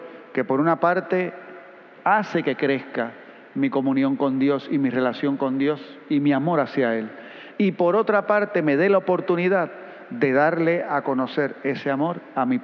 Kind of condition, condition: setting, large echoing room